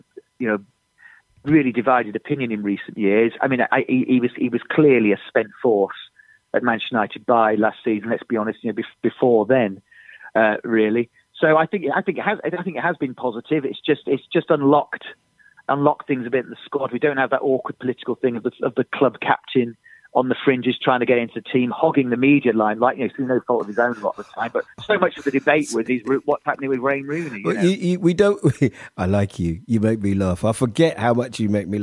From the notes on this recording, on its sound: On the phone.